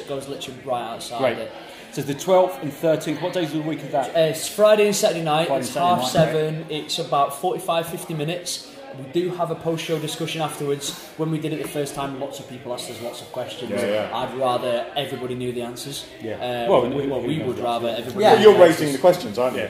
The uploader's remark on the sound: WFTS Podcast from The Greater Manchester Fringe Festival. We're at the Greater Manchester Fringe Festival launch during this episode.